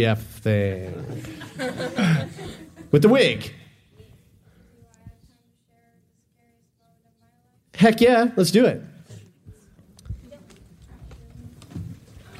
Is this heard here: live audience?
yes